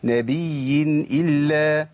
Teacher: والياء الاولى فيها رخاوه بيمشي فيها الصوت